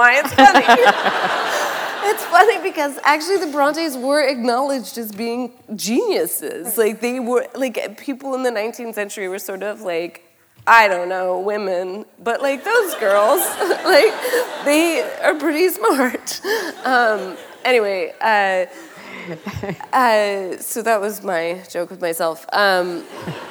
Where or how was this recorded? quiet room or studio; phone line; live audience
live audience